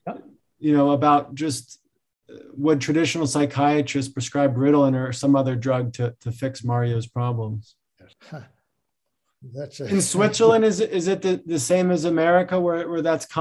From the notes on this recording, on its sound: This episode features audio from one of our webinar presentations.